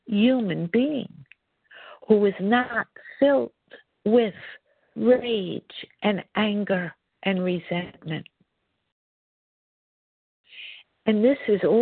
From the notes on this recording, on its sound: 100 Pounders Phone Meeting